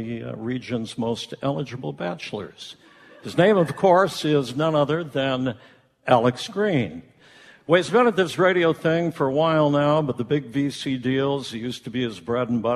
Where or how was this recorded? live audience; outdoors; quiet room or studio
live audience